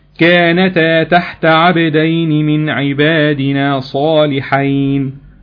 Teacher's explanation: هنتخلص من التاء الأولانية الساكنة بالفتح